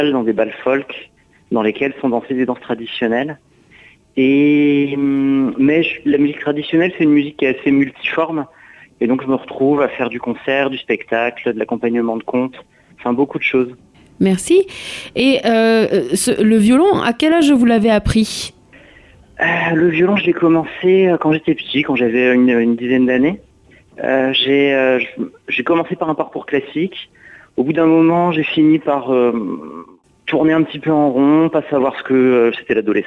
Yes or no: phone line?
yes